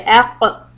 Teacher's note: you can feel that the very back part of your tongue is being used · Term: qaf